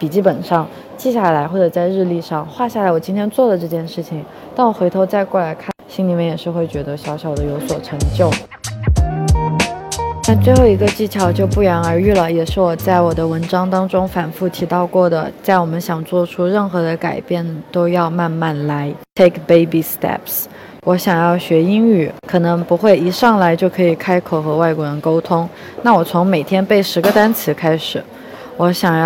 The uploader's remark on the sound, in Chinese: 这一期在克罗地亚的杜布罗夫尼克机场录制